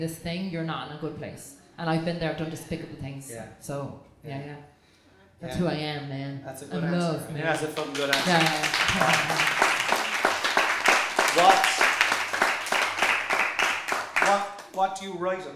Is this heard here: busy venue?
yes